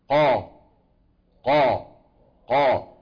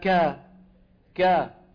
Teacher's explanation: فالصوت وين عم يتصعد؟ عند القاف. انتبهنا؟ عند الكاف لا.